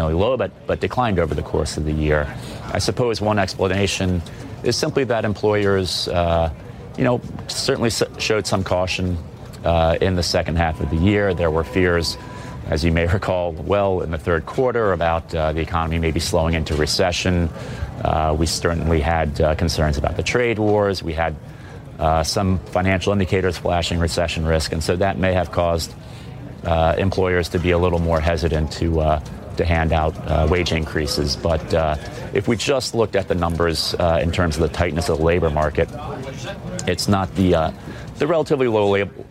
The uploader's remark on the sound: Live from the New York Stock Exchange.